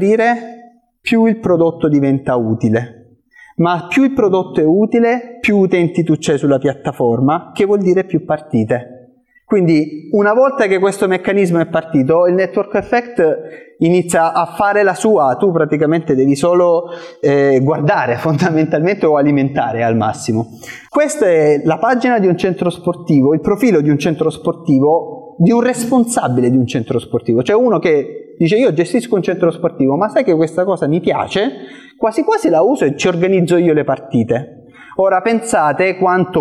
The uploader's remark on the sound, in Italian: Questo è l’audio del meetup che si è svolto a Roma il 20 aprile 2023.